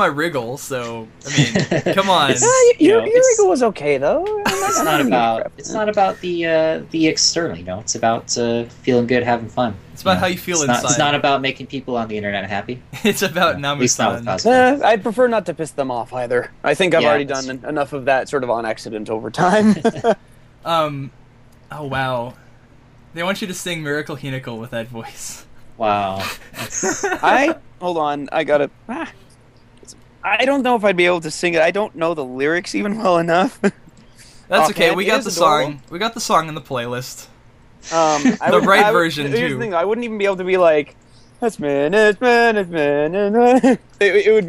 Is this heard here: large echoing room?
no